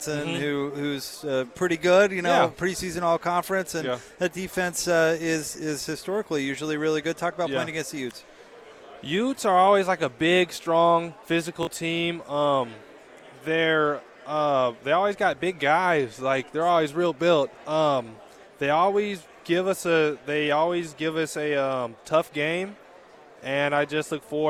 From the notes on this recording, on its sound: Live from Pac-12 Media Day.